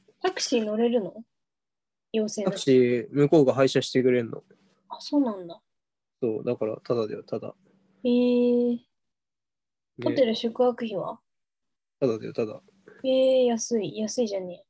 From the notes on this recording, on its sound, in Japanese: 相方がコロナに感染したので、療養ホテルから初リモート収録です。